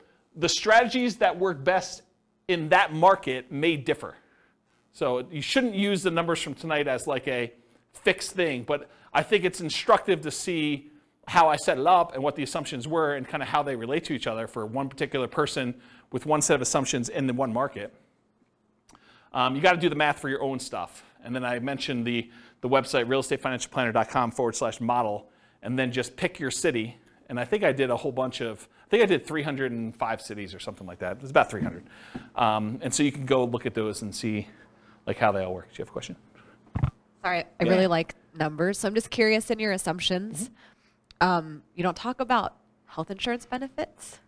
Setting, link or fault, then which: setting, live audience